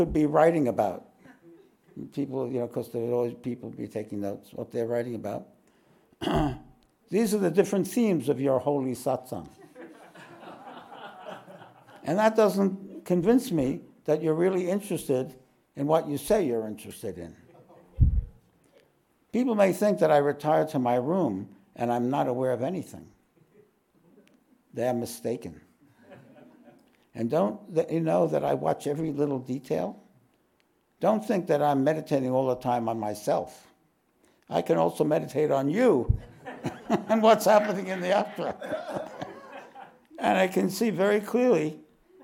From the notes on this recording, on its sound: This podcast was recorded live at The Ashram in Mount Eliza on the 10th of June, 2023.